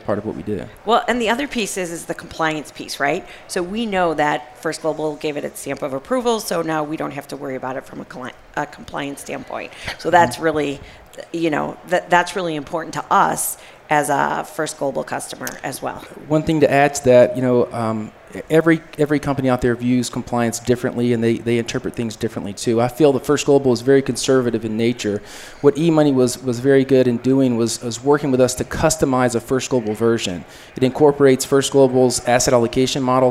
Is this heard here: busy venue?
yes